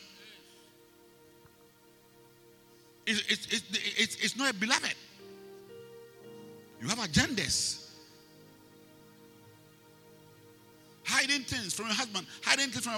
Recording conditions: large echoing room